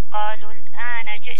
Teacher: لو وقفت أقول قالوا الآن، لكن إذا وصلت سقط المد